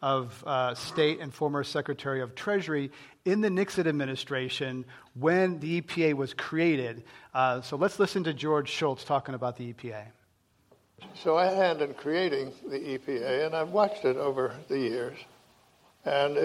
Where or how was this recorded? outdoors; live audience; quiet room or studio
live audience